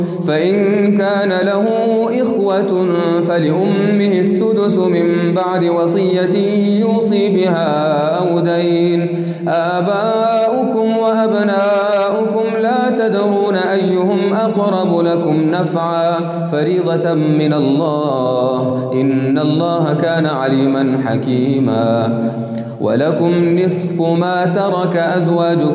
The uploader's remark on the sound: Qiyaam Day 4 at the houghton Houghton masjid